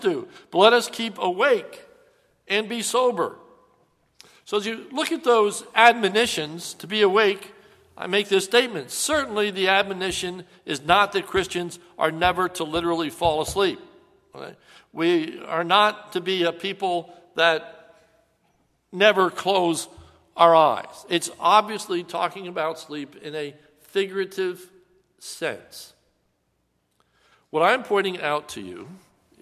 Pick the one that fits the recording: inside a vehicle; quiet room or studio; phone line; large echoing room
large echoing room